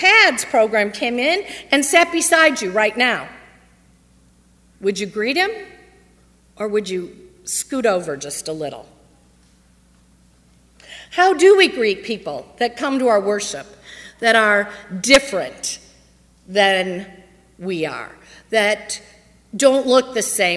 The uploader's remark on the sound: on Sunday, August 30, 2015, at First Presbyterian Church of Arlington Heights, Illinois.